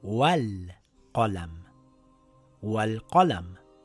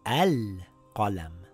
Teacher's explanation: When we are reading these two words together, we have to drop the Hamzatul Wasl. · Shown in: first take · It now reads Wal Qalam.